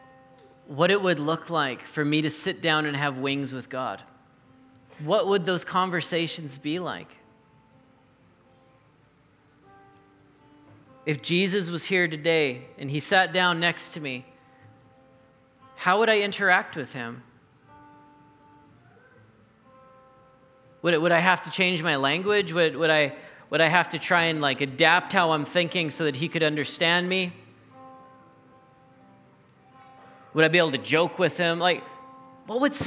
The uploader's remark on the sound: recorded at the Saturday Night Church venue of The Neighbourhood Church in Saskatoon Saskatchewan.